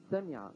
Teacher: كالدال والسين مثلا، قد سمع الله قول التي تجادلك في زوجها، قد سمع الدال قد الدال من طرف اللسان مع أصول الثنايا العليا، سمع السين من طرف اللسان أو من منتهى طرف اللسان اللي هو رأس اللسان يعني مع الصفحة الداخلية للثنايا السفلى قد سمع، فممكن يقال قد سمع، هذا إدغام متقاربين.